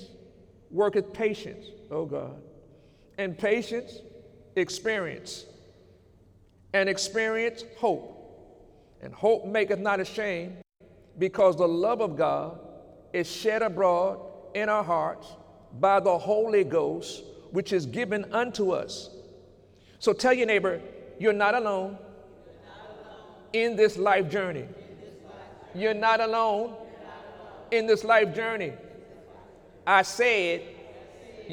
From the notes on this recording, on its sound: During Sunday morning service on November 11, 2018